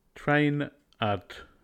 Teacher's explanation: We move forward N to leave a VC connection.